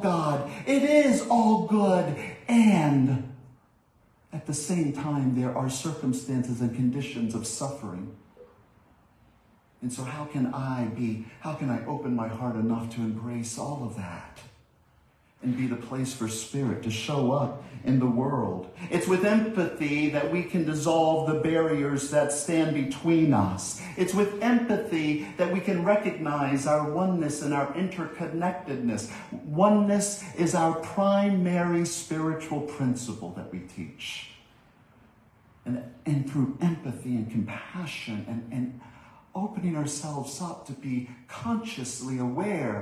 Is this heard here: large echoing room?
yes